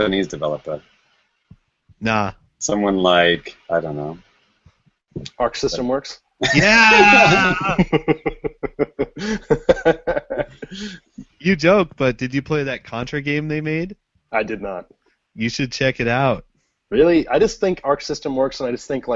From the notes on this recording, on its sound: Recorded on Google Hangouts On Air live